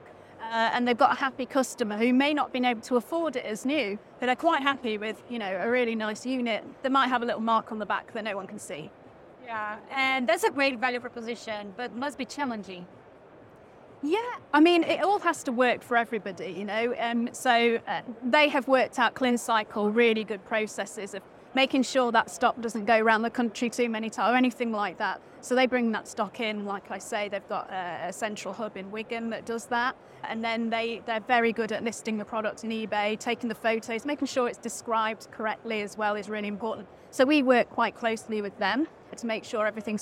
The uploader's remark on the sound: This episode of the RETHINK Retail Podcast was recorded live at the Retail Technology Show in London, U.K.